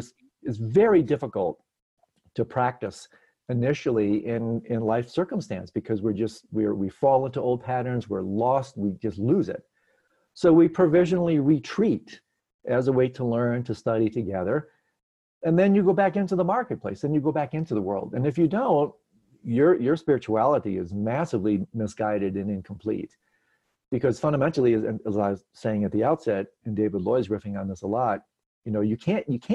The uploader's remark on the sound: Virtual Hangout